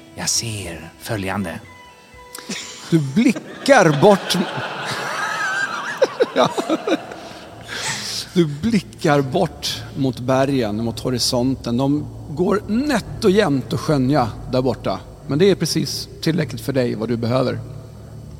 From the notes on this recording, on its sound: Drakar och Demoner live in Visby 2023. This liveshow was recorded during Medieval week in Visby, Gotland in august of 2023.